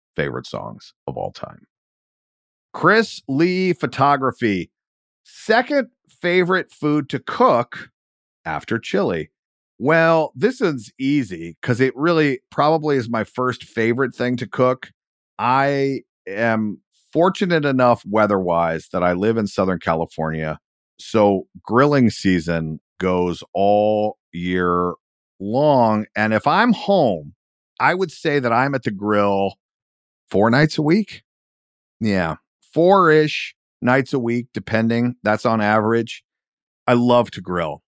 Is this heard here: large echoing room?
no